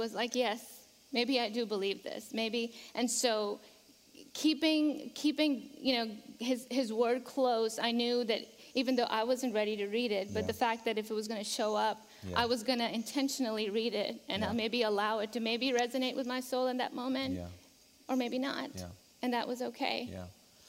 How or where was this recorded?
large echoing room